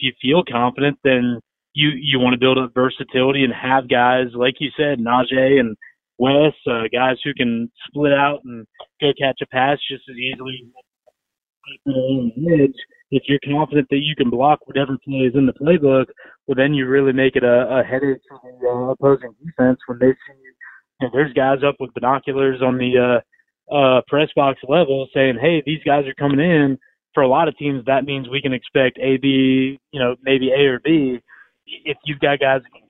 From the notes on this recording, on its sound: Joined over the phone by Statesboro Herald beat writer.